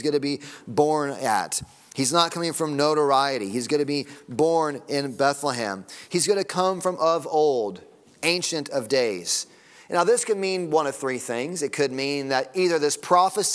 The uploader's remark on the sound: Sunday Morning Sermon Audio